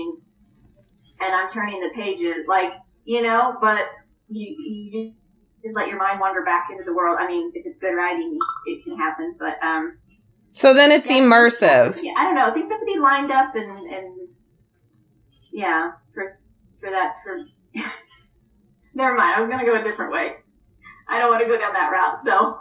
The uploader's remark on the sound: I always prefer in-house podcasts because of the chemistry in the air but we had a great conversation using Zoom.